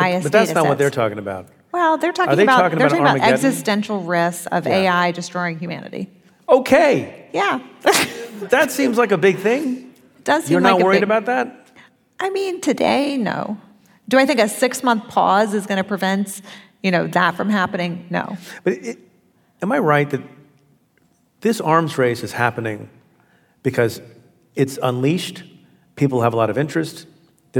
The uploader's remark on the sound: The conversation took place in San Francisco on April 16th at the Sydney Goldstein Theater, and was hosted by City Arts & Lectures.